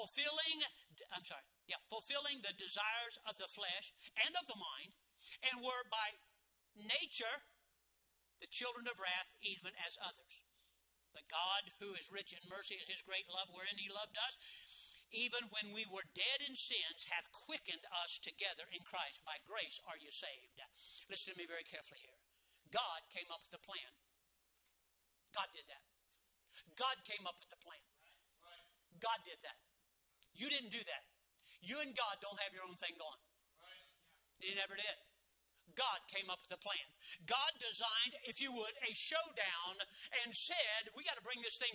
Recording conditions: large echoing room